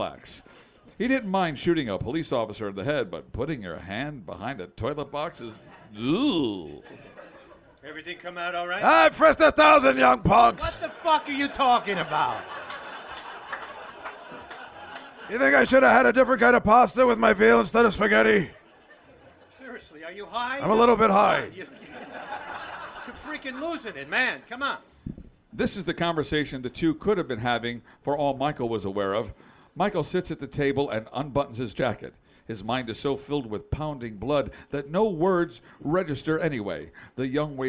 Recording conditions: live audience